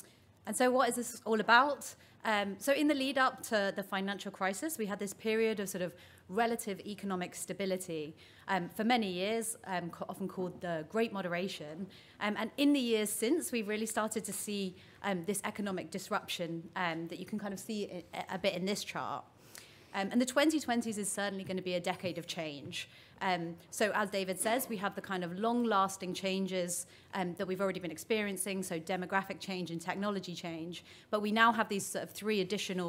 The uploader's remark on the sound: Session 2 at The Economy 2030 Inquiry conference.